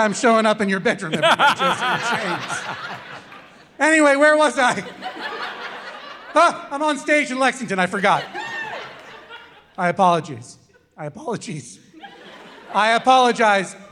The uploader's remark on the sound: Live From Lexington. LIVE at the Lexington Opera House!